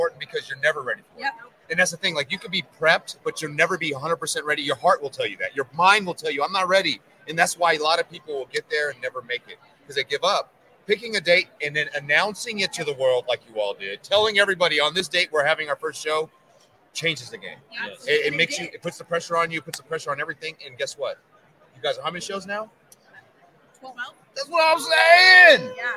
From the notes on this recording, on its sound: while at the 2023 NIADA Accelerate Conference